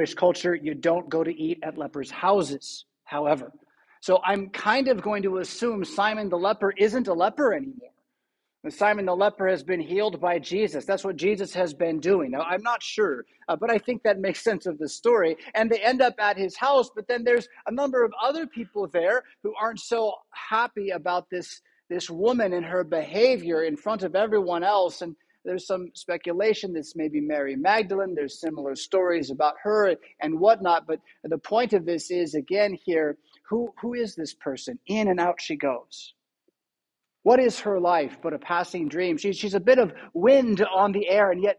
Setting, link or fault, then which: setting, large echoing room